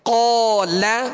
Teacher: جب لام پڑھیں گے تو لام کو باریک پڑھیں گے، یعنی قاف کی وجہ سے ہم لام کو پر نہیں کریں گے